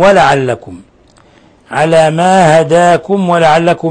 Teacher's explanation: ميم ساكنة جاء بعد حرف الواو. الحكم التجويدي إظهار شفوي